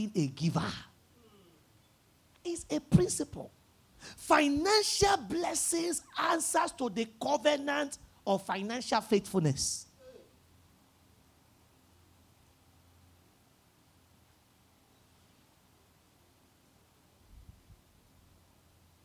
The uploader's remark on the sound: at the 5 Sundays Turnaround Power of Prayer Service held at Royal Grace Chapel on 14th January 2024